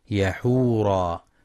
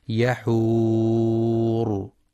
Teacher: والصواب الوقف عليها بالراء الساكنة المفخمة · Shown in: second take